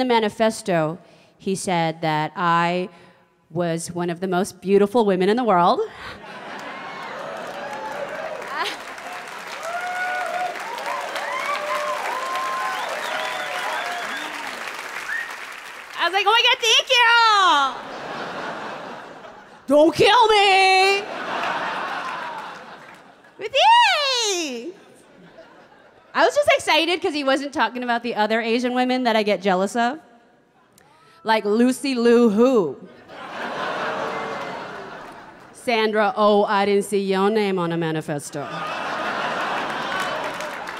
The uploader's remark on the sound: performs in front of a live audience in this provocative and hilarious comedy special event